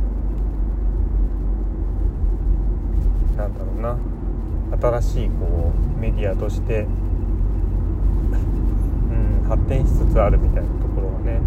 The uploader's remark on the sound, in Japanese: 雑音あり